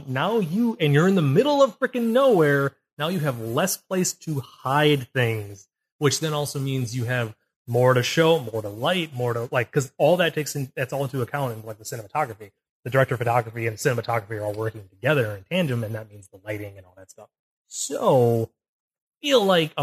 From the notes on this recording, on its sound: Also another bad audio episode.